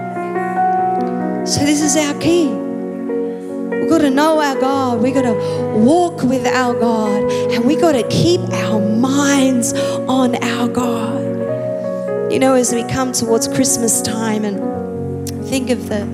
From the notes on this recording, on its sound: Recorded live at Planetshakers Church (Melbourne)